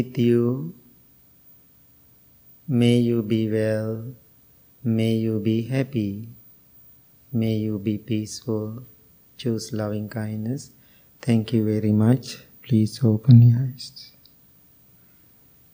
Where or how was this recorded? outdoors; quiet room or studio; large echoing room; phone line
large echoing room